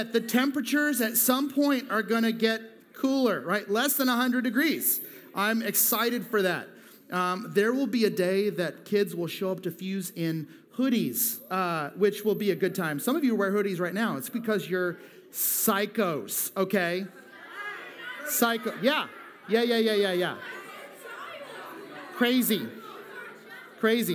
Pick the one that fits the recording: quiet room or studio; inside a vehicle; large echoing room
large echoing room